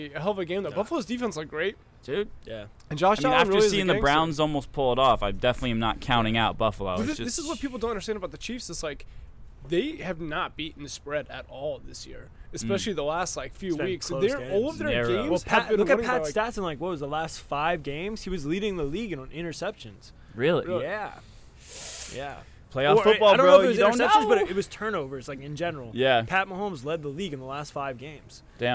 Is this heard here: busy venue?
yes